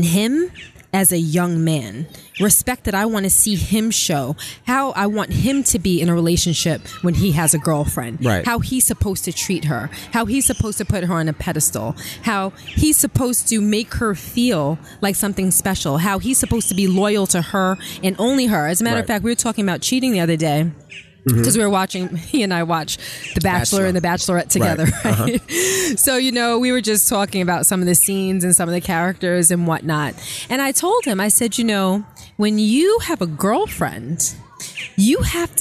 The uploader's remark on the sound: Live From The FontaineBleau